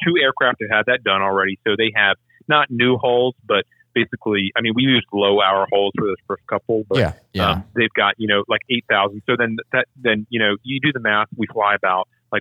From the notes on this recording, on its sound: We get on the phone